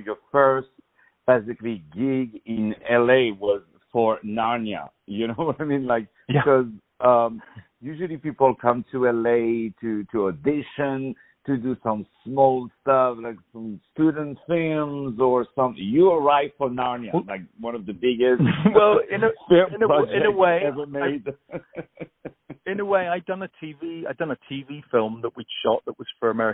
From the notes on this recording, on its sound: On the phone